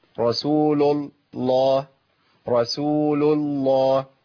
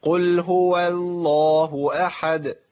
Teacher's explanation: عندي اللام المشدده في لفظ الجلاله لامين، واللامين الاثنين مفخمين · Shown in: first take · ما ينفعش اقول لام مرققه ولام مفخمه.